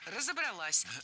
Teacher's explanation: ударение ставим на последний слог, поближе к части «се».